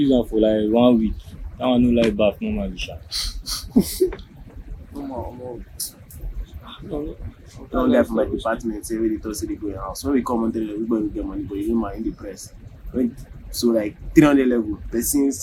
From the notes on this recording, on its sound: This conversation I was lucky to have captured this with my phone recorder. A couple parts were clipped off. This is a recording of a conversation between three friends and an acquaintance. Most likely not the best audio quality. It can be as raw as it gets.